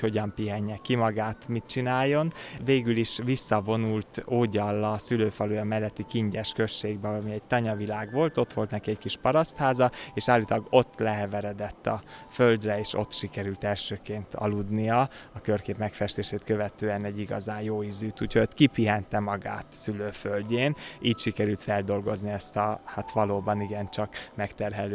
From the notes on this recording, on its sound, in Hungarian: A beszélgetést a kiállítótérben rögzítettük, a háttérben hallható zene és zajok is bizonyítják